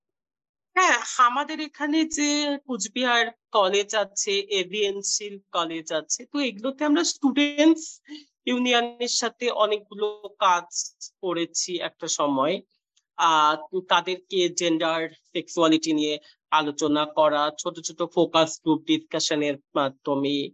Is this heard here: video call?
yes